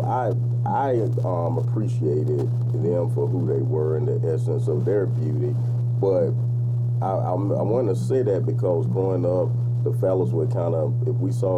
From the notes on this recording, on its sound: We apologize for the static!